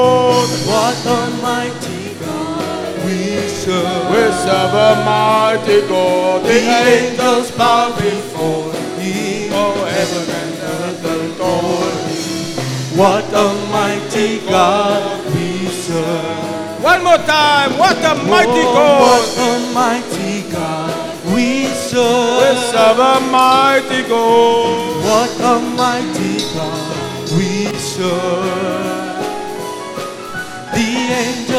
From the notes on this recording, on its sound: Preached at the Zion Sanctuary, Cape Town